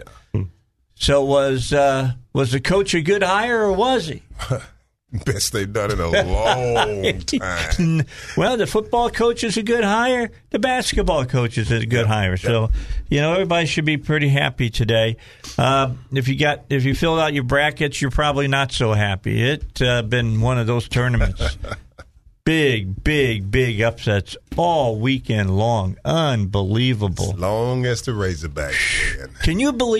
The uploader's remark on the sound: a few surprise guests call